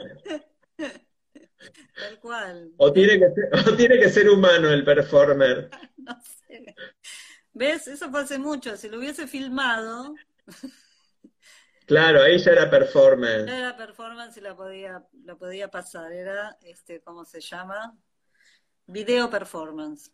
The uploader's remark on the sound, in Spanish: audio mala calidad de entrevista